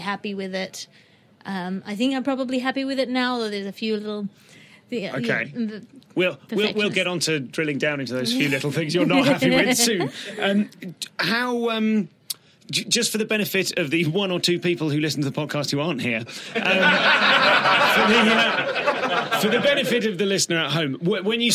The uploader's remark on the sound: Live at The Vintage Mobile Cinema, Edfringe. Moments after the entire audience had enjoyed her superb show "Ethos".